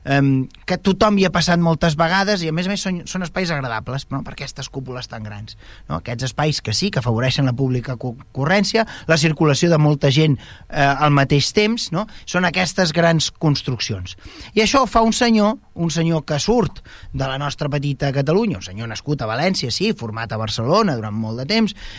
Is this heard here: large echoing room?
no